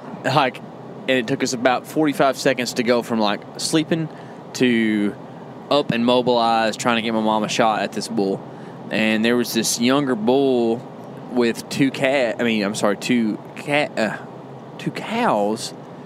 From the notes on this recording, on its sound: Also, as we recorded, we were driving around truck scouting a public property here in Texas.